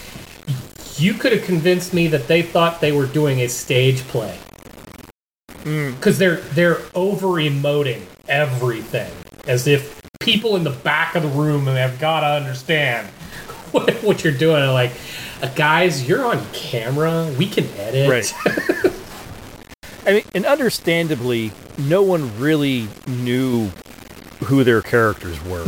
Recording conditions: poor sound quality